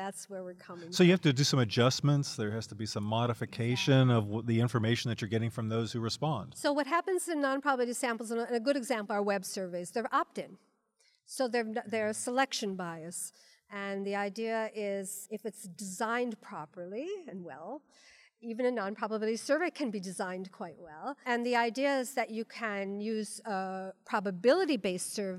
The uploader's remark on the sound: Live From the WSC